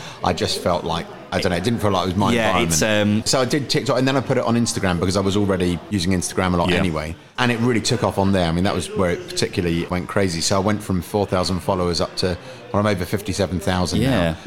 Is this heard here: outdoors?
yes